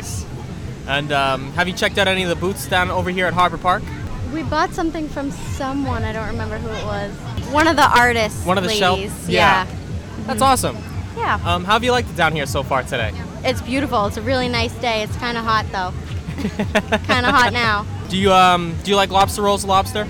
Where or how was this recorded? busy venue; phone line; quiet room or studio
busy venue